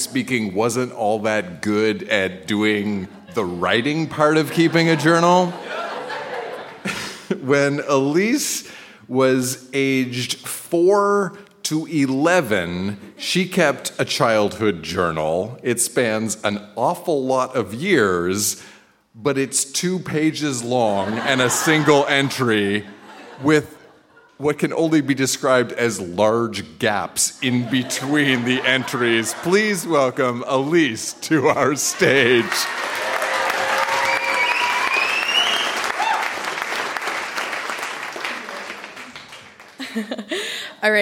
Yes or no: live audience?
yes